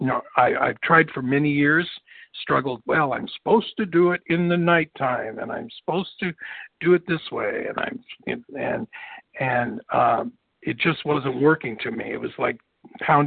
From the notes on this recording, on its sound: the 100 Pounders Phone Meeting